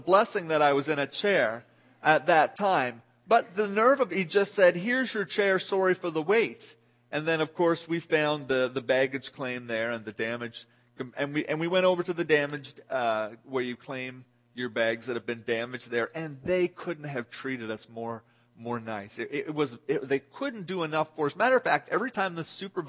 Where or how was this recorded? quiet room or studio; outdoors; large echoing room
large echoing room